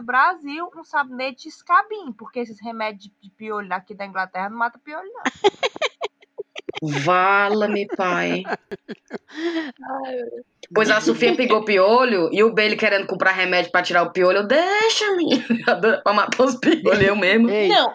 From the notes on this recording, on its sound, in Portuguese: Deu tudo errado nesse episodio: conexão ruim, audio quebrado e quando acontece o milagre das 5 estarem juntas pra gravar, o programa de gravação não ajuda.